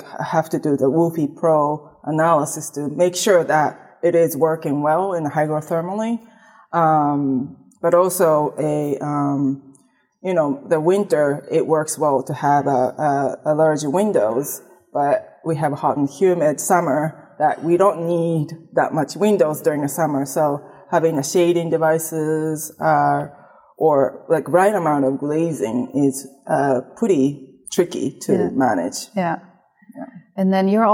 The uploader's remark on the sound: Recorded at the PhiusCon 2023. The Passive House Podcast at the Passive House Network Conference.